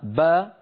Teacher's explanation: خرجت الباء من الشفتين بالتباعد بينهما